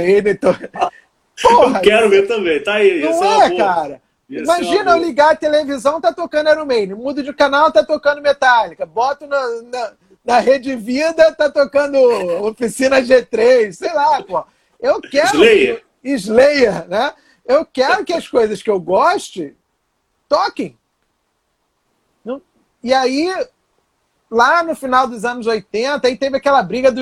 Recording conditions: video call